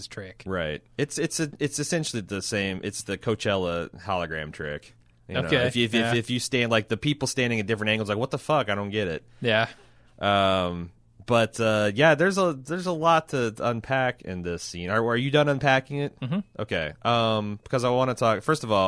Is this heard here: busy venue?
no